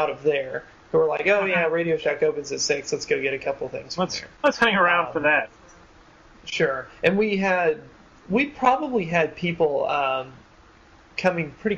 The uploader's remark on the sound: This week we convened over Skype. We apologize for the audio quality.